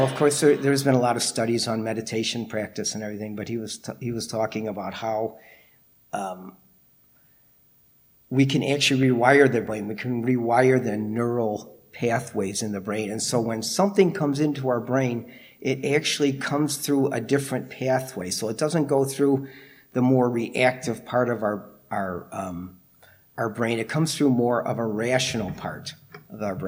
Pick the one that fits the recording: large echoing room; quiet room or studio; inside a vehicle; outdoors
large echoing room